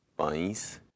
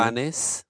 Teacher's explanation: the N dropped out as a consonant and became a nasalized vowel · Shown in: first take